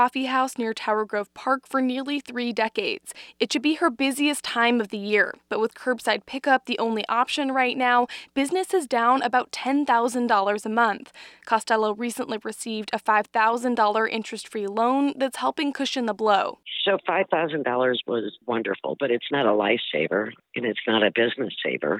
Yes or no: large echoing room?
no